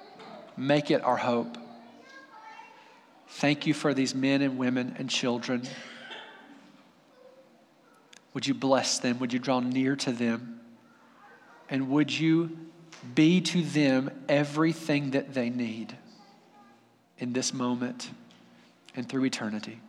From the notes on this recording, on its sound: Audio from our final service as Wardville Community Church before we move together to Alpine First Baptist Church.